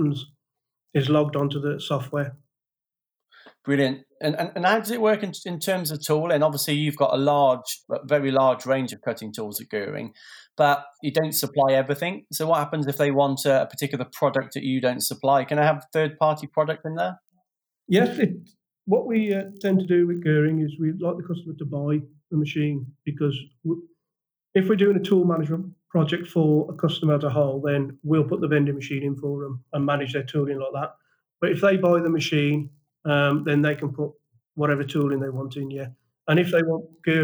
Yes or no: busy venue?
no